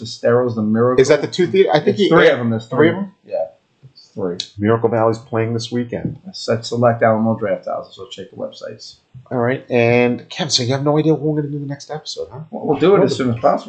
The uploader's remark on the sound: This is the last episode that has audio problems and we apologize in advance.